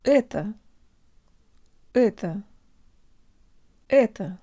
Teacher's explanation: Это. Tell your brain the O represents a schwa vowel and make sure to de-emphasize the last syllable. Here we go.